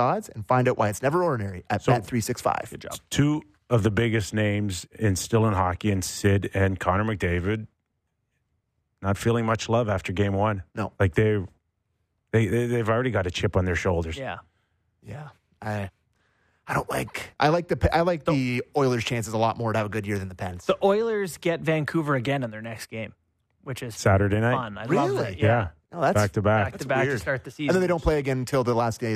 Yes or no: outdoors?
no